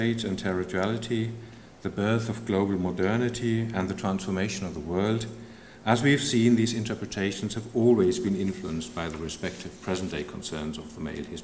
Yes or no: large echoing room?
yes